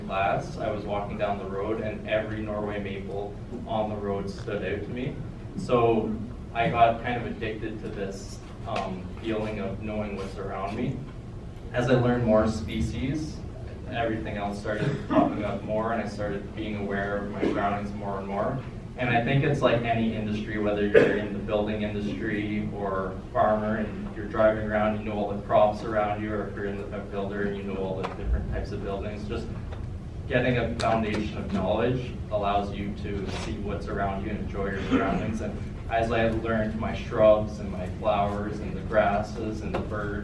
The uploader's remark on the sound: A keynote I gave on March 20, 2019.